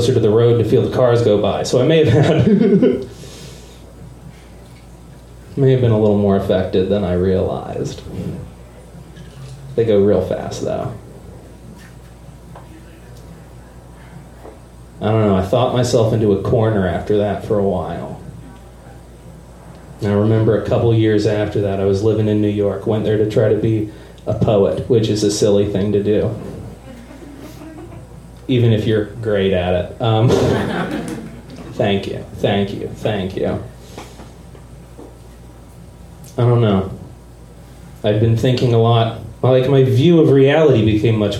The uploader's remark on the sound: Live from Genuine Joe's